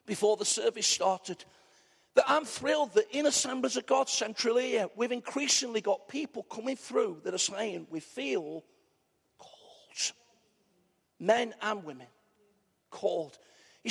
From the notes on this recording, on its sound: Arena church, Ilkeston